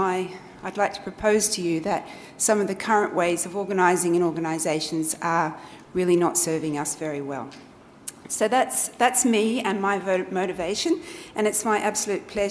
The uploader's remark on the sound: In this public lecture